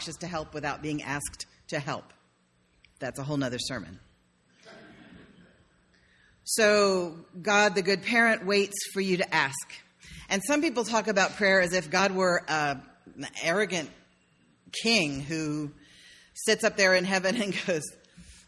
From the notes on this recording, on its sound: sermon delivered on May 1, 2016.